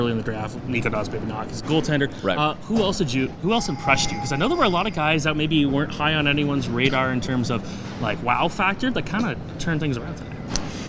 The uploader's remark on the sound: Live from the CHL Top Prospects game in Hamilton